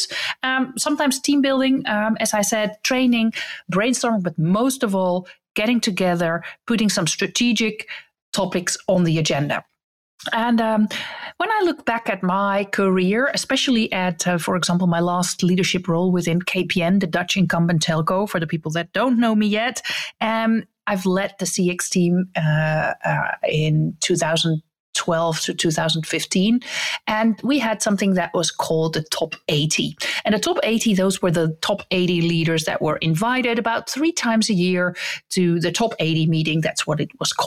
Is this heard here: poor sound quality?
no